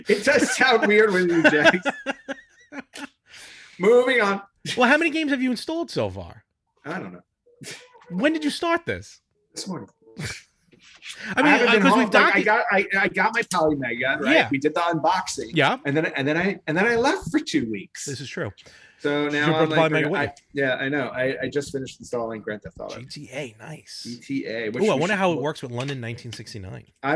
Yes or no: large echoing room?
no